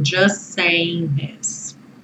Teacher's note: Os dois S viram um só, porque o T do just não está sendo pronunciado.